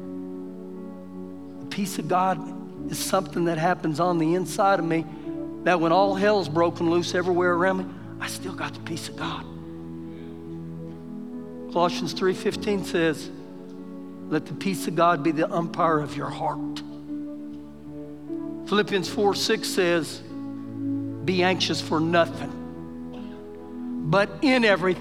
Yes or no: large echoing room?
yes